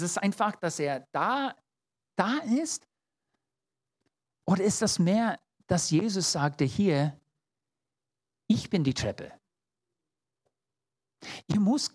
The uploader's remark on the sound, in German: 2022 in der Gemeinde Kaleo Schopfheim aufgenommen.